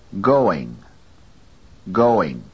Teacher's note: The first syllable go is louder than the second, ing.